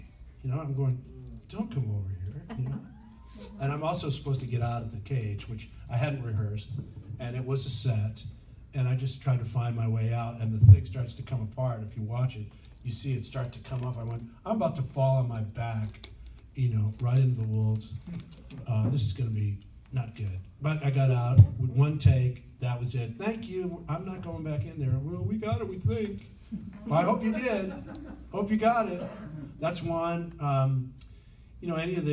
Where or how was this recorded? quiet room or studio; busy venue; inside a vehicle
busy venue